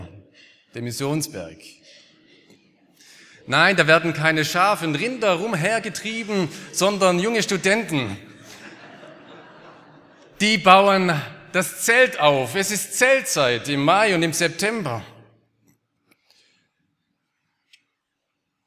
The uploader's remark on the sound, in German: aus dem Gottesdienst der Liebenzeller Mission